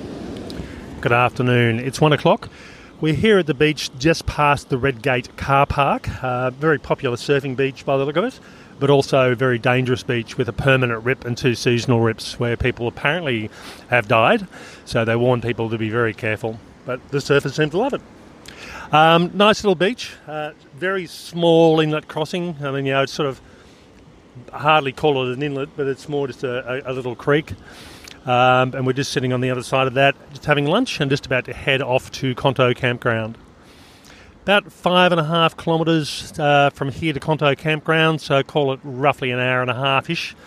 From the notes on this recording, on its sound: Interviews from the Trail. This episode includes recordings from the final 2/3 of this 128.7km trail and provides a real time overview of our on trail experience.